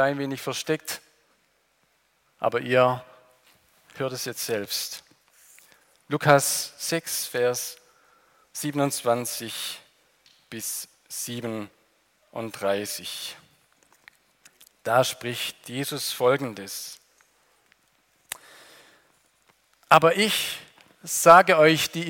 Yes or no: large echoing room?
yes